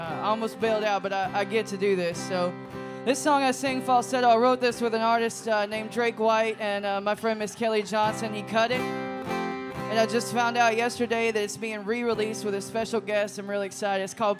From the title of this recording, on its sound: Rounds At Live Oak In Nashville